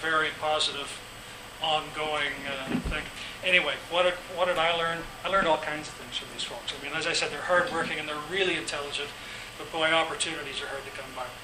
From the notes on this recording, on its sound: This podcast was recorded during CUSO-VSO's 50th Anniversary in Victoria, BC.